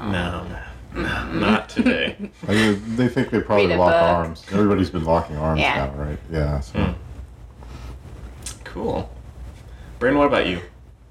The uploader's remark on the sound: very sorry for the static and mic noise!